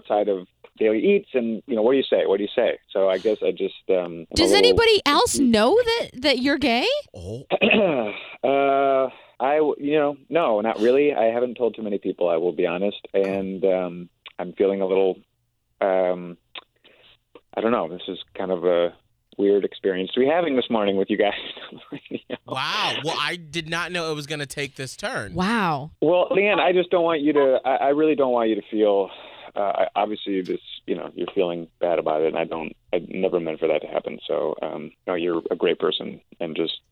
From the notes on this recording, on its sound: when we got them on the phone